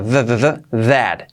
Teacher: la pronunciación con la th, que es una z sonora, that, y la a un poco así, that.